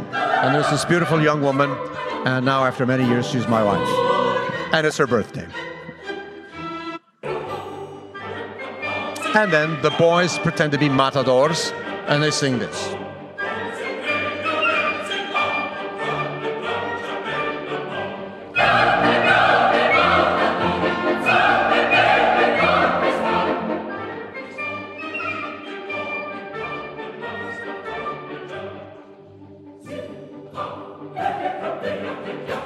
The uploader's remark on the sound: LA Opera’s pre-performance lecture on June 1, 2019.